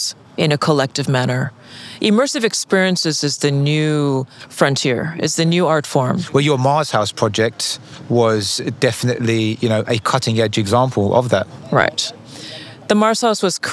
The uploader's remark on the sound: on location at Art Miami